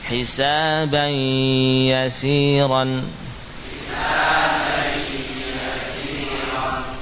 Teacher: Ya, dirasakan ada dengung di sekitar hidung. · Term: gunnah